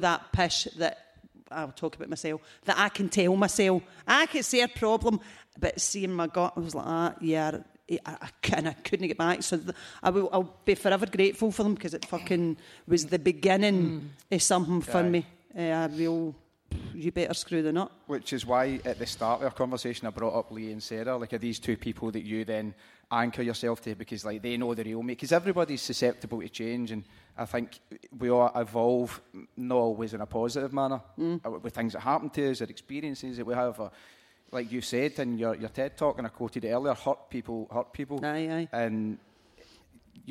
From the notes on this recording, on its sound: Live at St Luke’s. The first ever Blethered Live show at St Luke's.